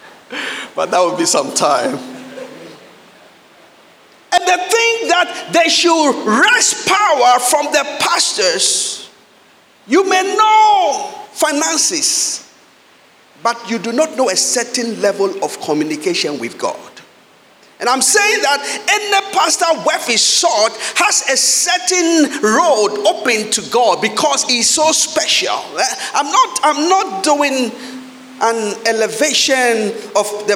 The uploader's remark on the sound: Sermon preached at CBC Shiashie Campus